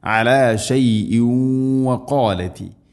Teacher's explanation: അന്നസാറ അലാ ശൈഇൻ വഖാലതി തൻവീന് ശേഷം വ ഇത് ഗംബിഖുന്ന തൻവീനിനെ വ എന്ന അക്ഷരത്തിലേക്ക് കൂട്ടിലയിപ്പിച്ച് മണിച്ചുകൊണ്ട് ഉച്ചരിക്കണം.